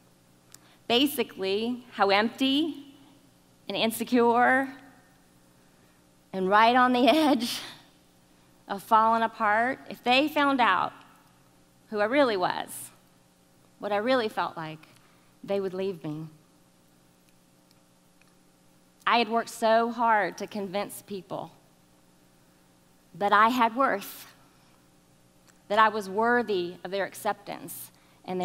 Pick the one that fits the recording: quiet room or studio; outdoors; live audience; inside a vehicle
live audience